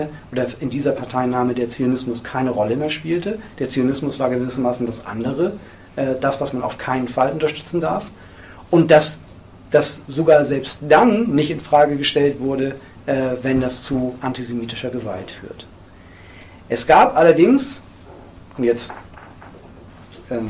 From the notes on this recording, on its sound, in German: Mitschnitt eines Vortrags. In Esslingen/Neckar.